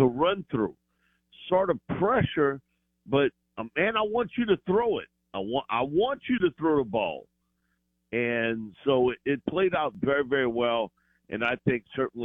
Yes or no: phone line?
yes